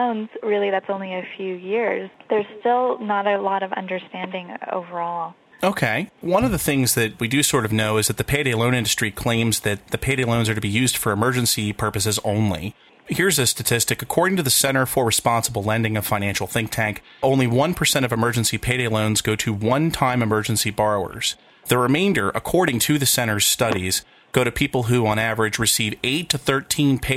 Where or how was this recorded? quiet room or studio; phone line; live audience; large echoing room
phone line